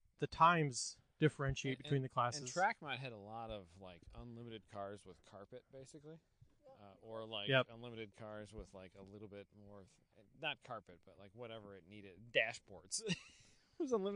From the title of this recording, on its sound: Walking the track at Blackhawk